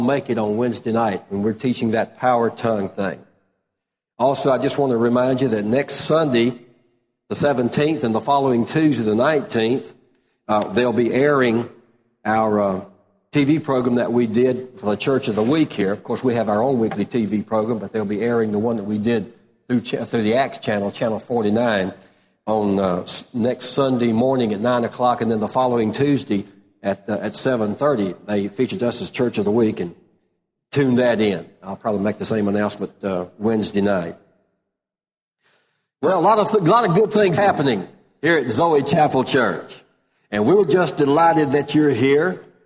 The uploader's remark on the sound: Live Service.